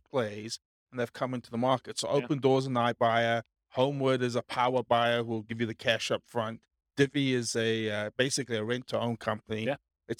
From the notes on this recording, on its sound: This was a live class recorded